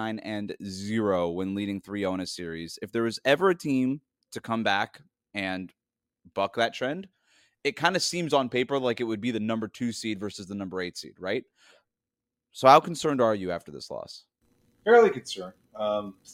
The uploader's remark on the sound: Apologies for the audio issues